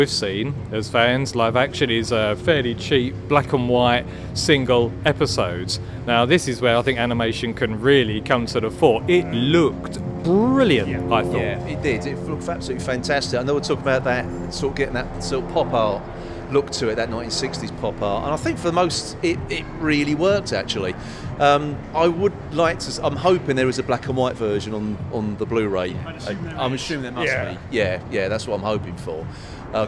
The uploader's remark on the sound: Record outside the BFI on the South Bank of the Thames. Live from the British Film Institute. Record outside the BFI on the South Bank of the Thames.